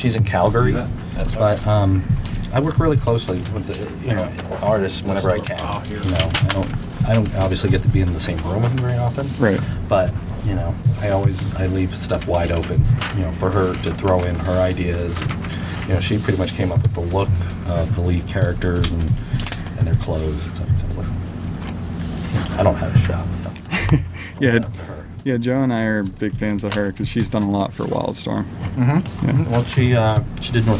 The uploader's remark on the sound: Live from New Dimension Comics in Cranberry Twp, PA. He's nearing the end of his signing tour for his newest creation, Mystery Society.